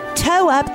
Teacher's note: the central consonant R is removed, resulting in the term toe up